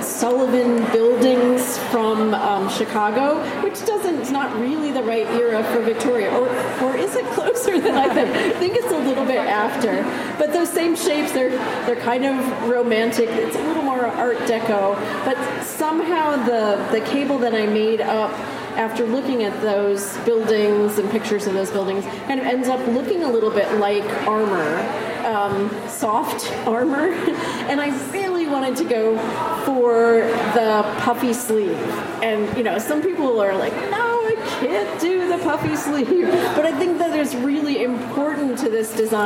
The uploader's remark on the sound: Another slice of Rhinebeck 2018 fun. Interview recorded live at the festival.